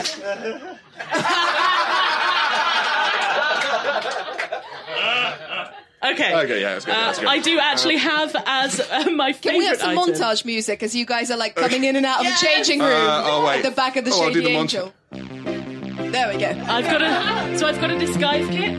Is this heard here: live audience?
yes